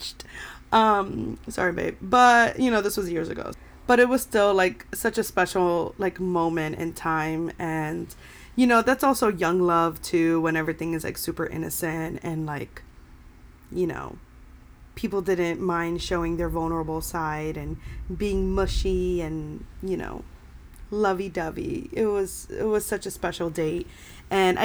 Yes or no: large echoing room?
no